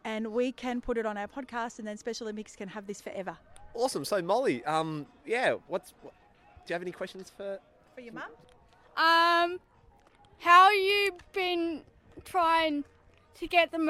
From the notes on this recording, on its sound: Reports from Launceston, Tasmania, at the week-long national sporting competition for athletes with intellectual disabilities. With 750 athletes from all over Australia competing across 10 different sports, 600 volunteers and staff plus family, friends, support workers.